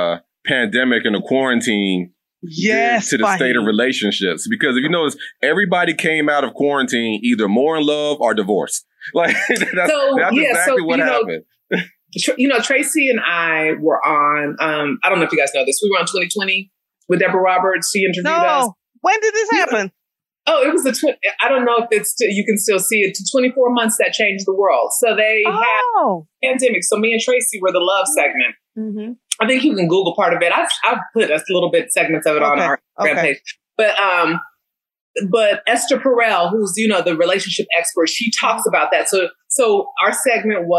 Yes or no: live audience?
no